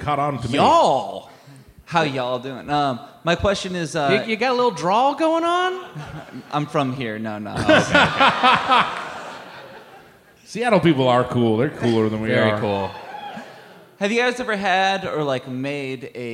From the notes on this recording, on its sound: Recorded live at the Neptune Theatre.